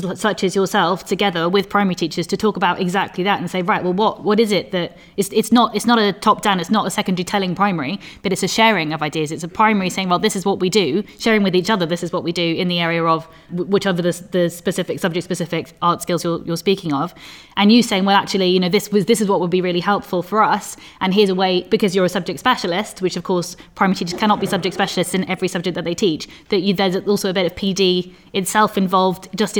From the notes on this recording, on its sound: Live from ResearchED Cymru 2023. We were delighted to be asked to present a live panel discussion for the podcast from the second ResearchED Cymru conference. Recorded at Cardiff High School.